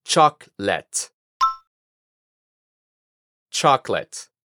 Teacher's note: Aquí hay que tener cuidado, porque como nosotros decimos chocolate en español, podríamos caer en la costumbre de decir chocolate. Pero recuerda que la segunda O la eliminamos de la pronunciación